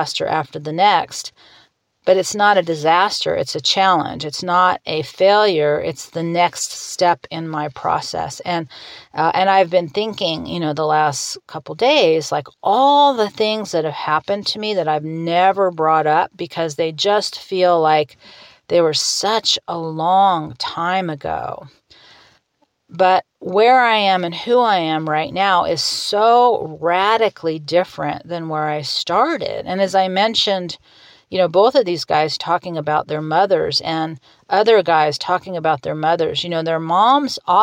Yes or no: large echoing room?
no